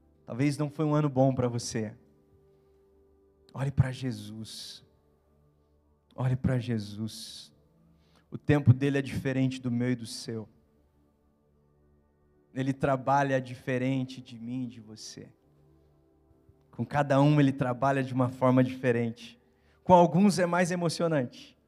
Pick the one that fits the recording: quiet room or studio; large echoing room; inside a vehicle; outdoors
large echoing room